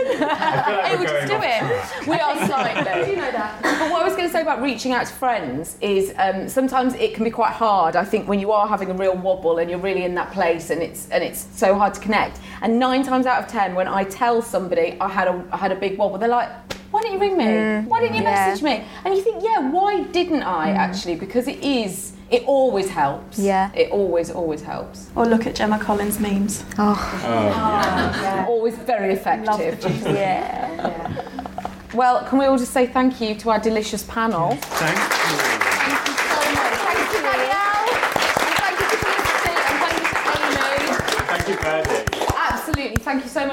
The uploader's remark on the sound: Following Wobble Live at Byrdie HQ in Central London. Wobble listeners and Byrdie super fans asked questions.